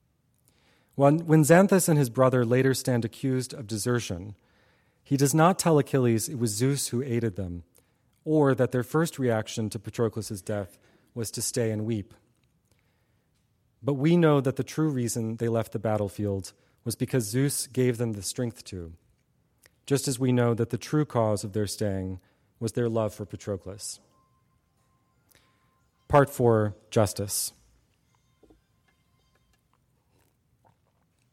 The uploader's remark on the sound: Audio recording of a lecture delivered on September 9, 2016. As part of the Formal Lecture Series.